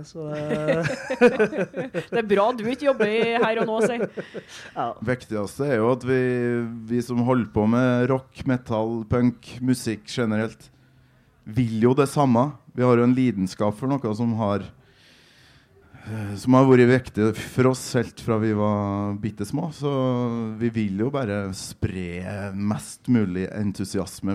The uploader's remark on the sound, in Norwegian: Tonspod live på Tons of Rock 2018.